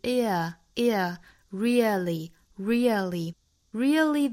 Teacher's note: Really 这个词呢美音会读成一个双元音 ear